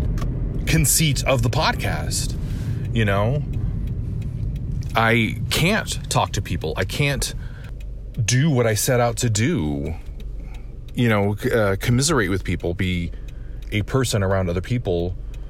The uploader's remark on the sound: It’s a noisy, driving in my car episode